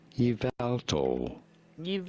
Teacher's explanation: You do want to stress on the second syllable, on the vowel syllable.